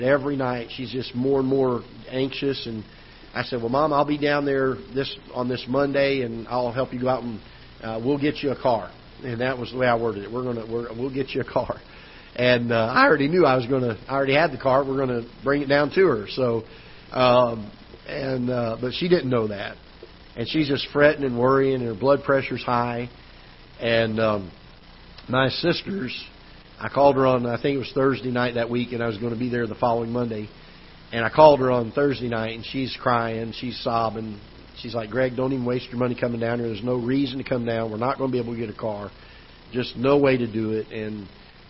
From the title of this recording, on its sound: Ketha Heights Baptist Church ~ Live Broadcast